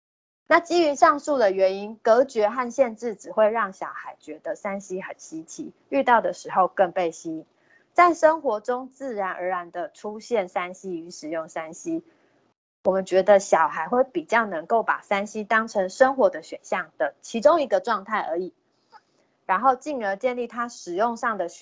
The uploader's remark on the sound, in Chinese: 此為線上課程錄音檔